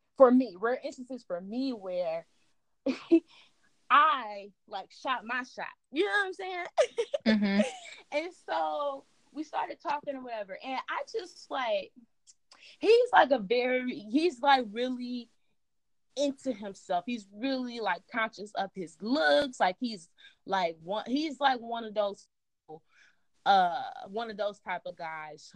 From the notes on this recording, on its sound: EXCUSE THE AUDIO ISSUES